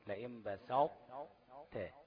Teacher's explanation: أمثلة زي الأمثلة الموجودة زي لئيم بساط تاء، يبقى في طاء أطباق، صفة الطاء الأطباق موجودة وإن كان حرف الطاء ذهب تمام، والتاء هتبقى موجودة ذاتا وصفة · Term: إدغام نقص